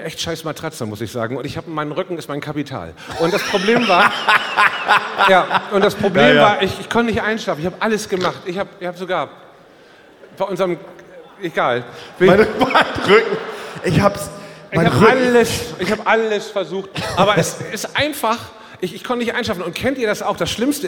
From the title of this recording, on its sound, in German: Live aus Bochum